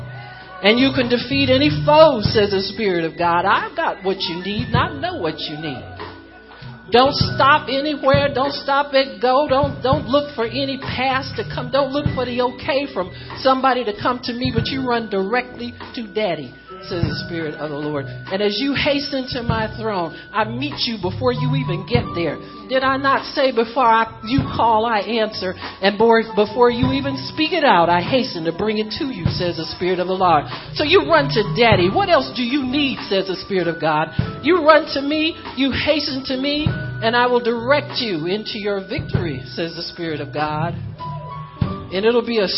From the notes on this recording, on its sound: At the POWER AND GLORY OF GOD CONFERENCE.